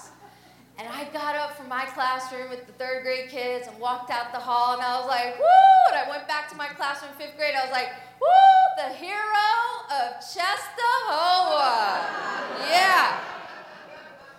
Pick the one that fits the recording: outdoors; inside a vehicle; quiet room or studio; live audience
live audience